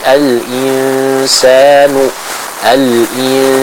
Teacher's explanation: Karena nun sukunnya menghadapi huruf sin. Yang notabene huruf sin ini merupakan huruf yang tipis. Sehingga kita tidak boleh menebalkan bacaan ikhfanya.